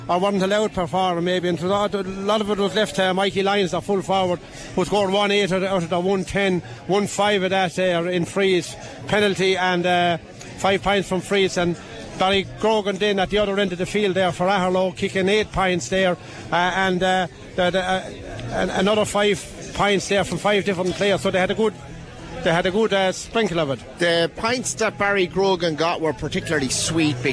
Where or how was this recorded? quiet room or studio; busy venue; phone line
busy venue